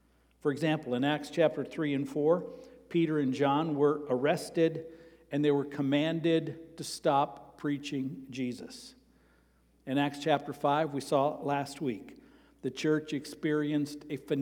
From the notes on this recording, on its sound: Sermon preached on Sunday, September 17, at Avondale Baptist Church.